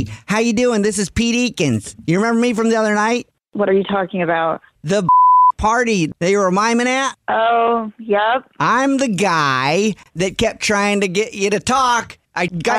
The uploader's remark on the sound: phone prank style